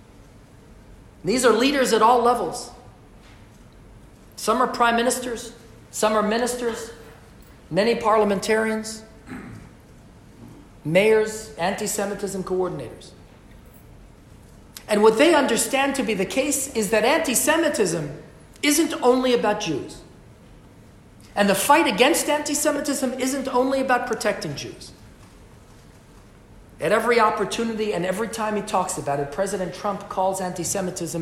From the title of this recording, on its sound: LIVE from Westminster addressing Parliament